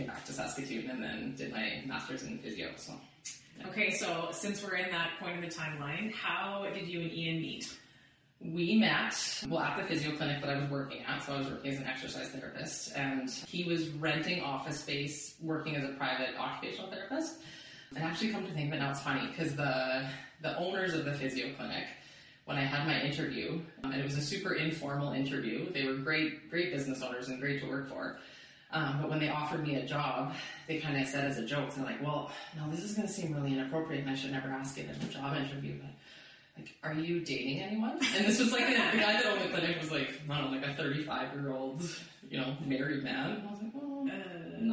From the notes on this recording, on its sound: Apologies for the audio on this one guys. We lost the file from the mics unfortunately.